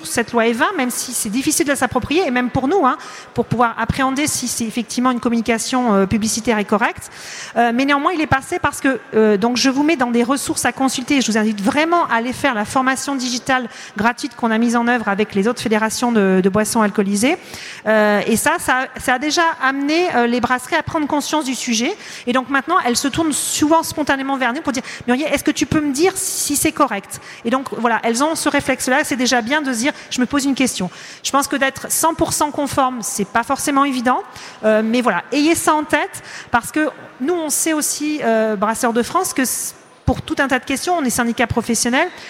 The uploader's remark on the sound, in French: Conférence enregistrée le vendredi 21 octobre 2022, au Salon du Brasseur . Conférence enregistrée le vendredi 21 octobre 2022, au Salon du Brasseur .